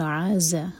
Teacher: عَيْن light اور زَ پر buzzing sound